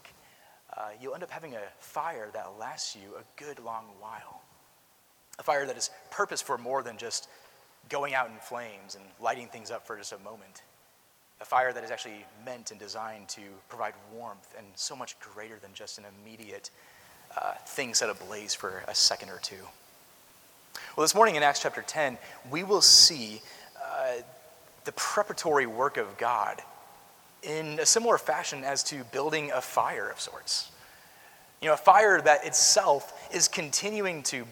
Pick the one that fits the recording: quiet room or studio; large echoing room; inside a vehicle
large echoing room